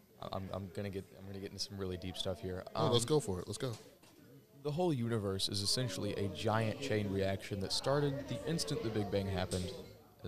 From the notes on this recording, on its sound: Recorded during the June Teen Vibe Camp.